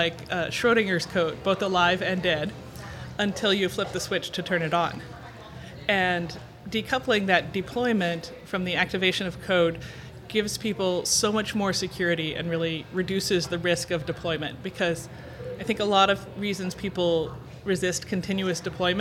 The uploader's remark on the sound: Live From Agile Midwest - Technically Speaking Podcast